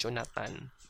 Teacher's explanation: instead of a TH sound, we use a T sound